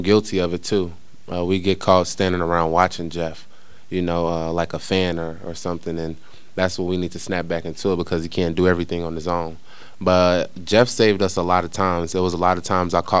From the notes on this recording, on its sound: Press Conferences & Post-Game Interviews. Talk to reporters following the Jayhawks' 70-57 victory over San Jose State.